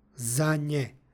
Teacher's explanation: imamo umekšavanje izgovora suglasnika n i prelazak u nj, zanje. U 38.